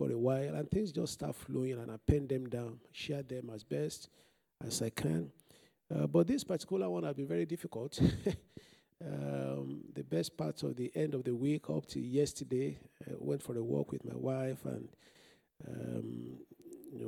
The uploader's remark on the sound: This Sunday Service message preached